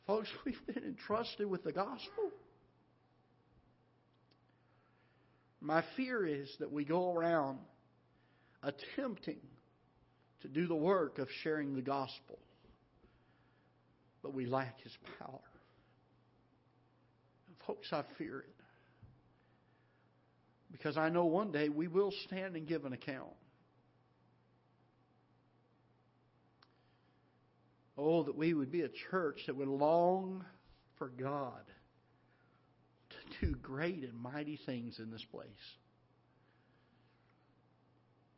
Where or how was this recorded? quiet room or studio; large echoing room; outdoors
large echoing room